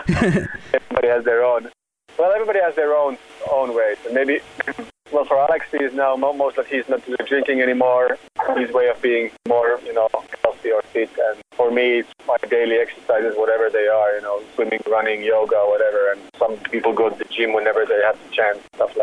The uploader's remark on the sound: The audio at times is a little hard to decipher due to the phone line.